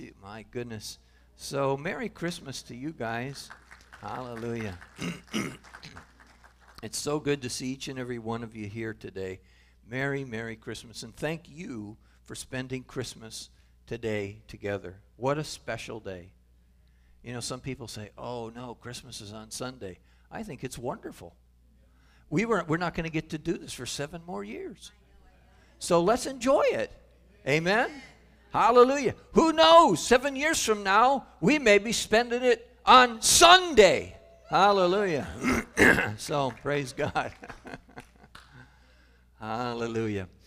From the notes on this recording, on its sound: Calvary Assembly of God live Stream.